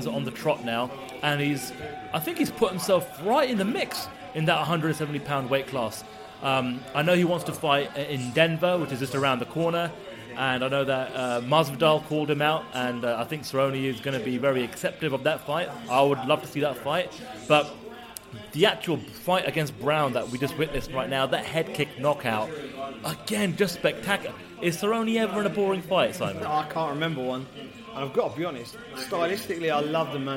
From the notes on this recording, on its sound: Watching UFC 206 from a casino! As they deliver their live reaction to the fights on an incredible night at UFC 206 as they watched the action unfold from the viewing party at the Grosvenor Casino Russell Square in London.